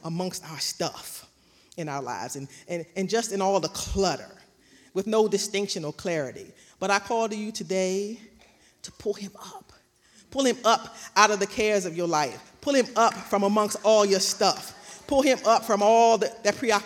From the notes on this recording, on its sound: Recorded live on October 31st, 2021 at Newark United Pentecostal Church.